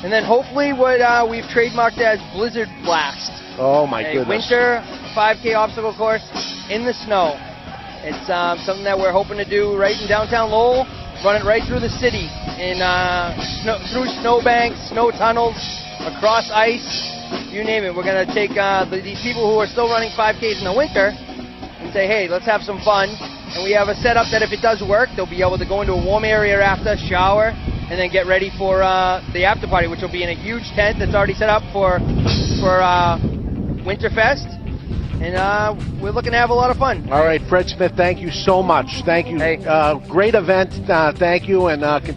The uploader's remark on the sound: We're live at Two Guys Smoke Shop in Nashua, NH for a Fred Smith motorcycle run.